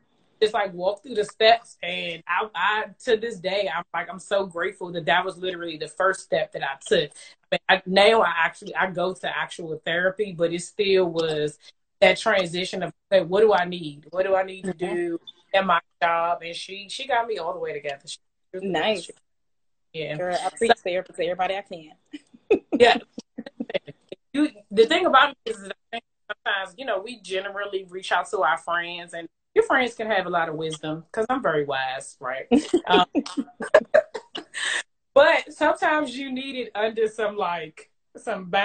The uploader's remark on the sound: went LIVE with me on Instagram